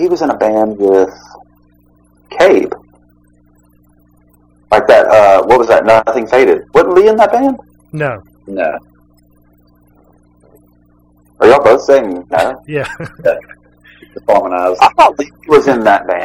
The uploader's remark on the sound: There were some audio issue so please disregard some of the background noise in this episode.